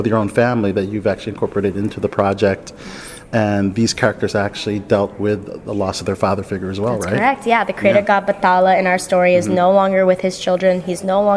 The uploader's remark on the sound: interviews from the 2023 Tribeca Festival